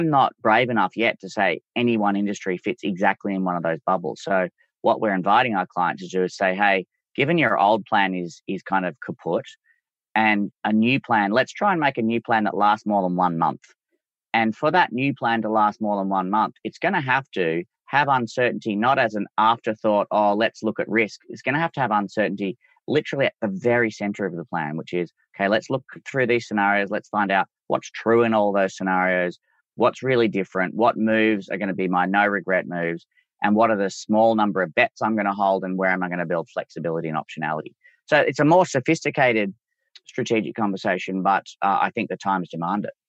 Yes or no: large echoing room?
no